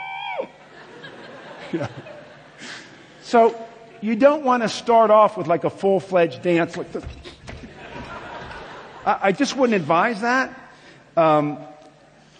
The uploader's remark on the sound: A talk given at the Word In Song Conference, Sydney, 2011.